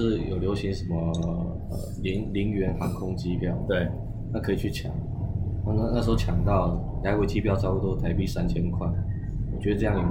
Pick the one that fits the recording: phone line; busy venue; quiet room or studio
busy venue